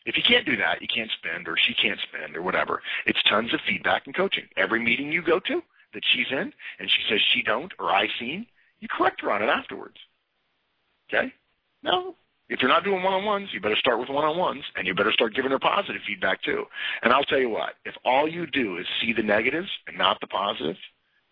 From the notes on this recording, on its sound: November 2011 Conference Call